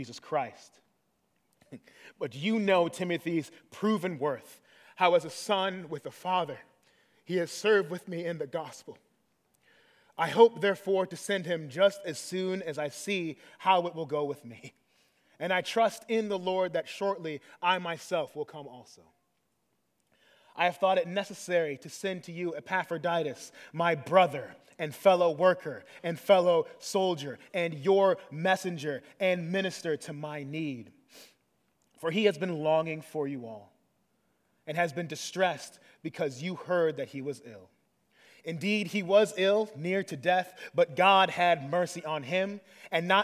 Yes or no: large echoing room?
yes